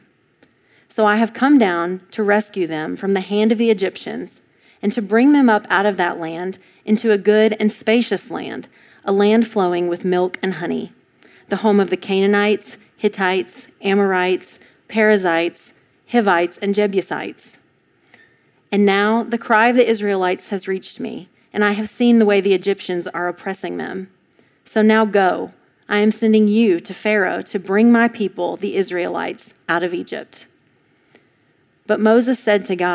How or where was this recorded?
large echoing room